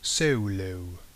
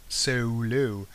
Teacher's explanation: So, the vowel sounds are very short and very simple, and they don't change. · Shown in: second take · No. They never change, no matter what happens with the letters around them.